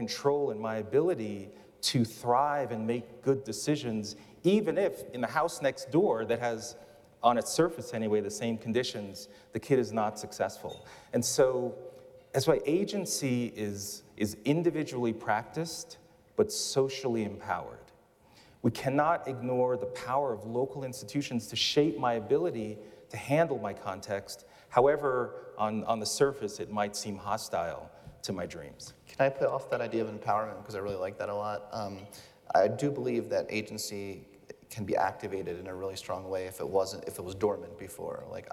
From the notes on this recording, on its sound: I had the opportunity at a recent event to host a conversation on stage. What we really want to talk about as we do this live today.